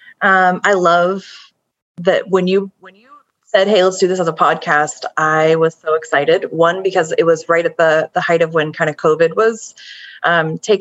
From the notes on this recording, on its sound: We recognize there are some impurities that come with recording over video communications and we are thankful for the law school team’s efforts around editing these episodes.